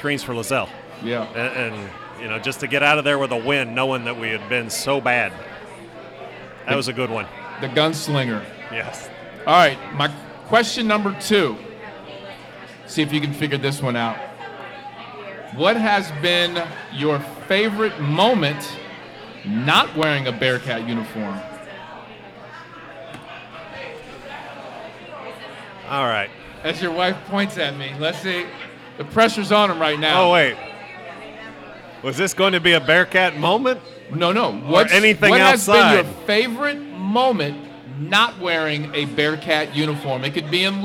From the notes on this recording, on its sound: Live at Mio's.